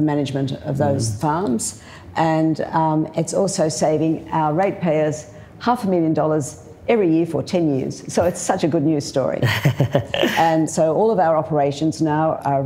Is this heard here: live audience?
yes